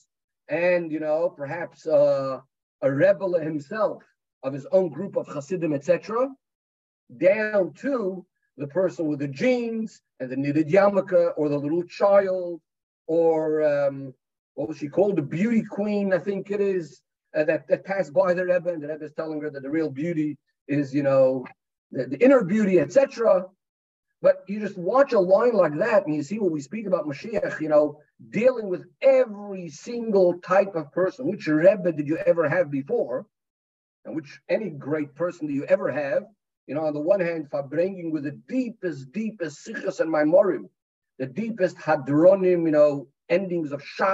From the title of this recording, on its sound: Pre Yud Shvat Zoom Farbrengen